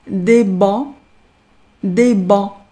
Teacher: 前者浊辅音的要使劲用声带去震动，而不送气的清辅音读法跟中文相似